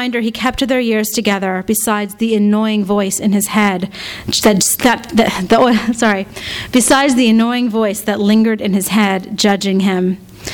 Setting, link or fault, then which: setting, live audience